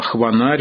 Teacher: первый согласный передавал глухость и щелевой характер согласного, а второй – его губную артикуляцию